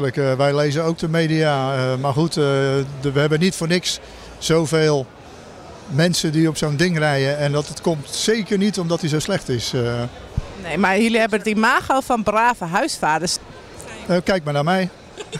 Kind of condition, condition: setting, busy venue